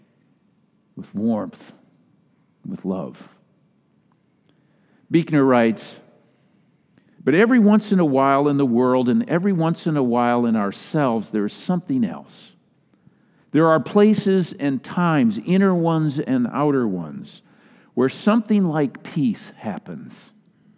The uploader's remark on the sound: Delivered during the Traditional Worship Service